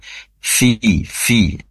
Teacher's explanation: fa ini huruf yang memiliki sifat hames, yaitu mengalirnya nafas atau udara, yaitu mengalirnya dari disebabkan karena ujung gigi seri atas nempel ke bibir perut bibir bawah.